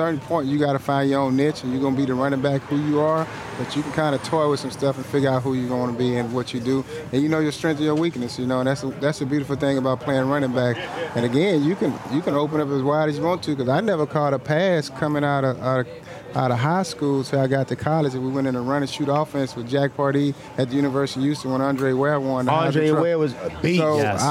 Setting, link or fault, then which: setting, busy venue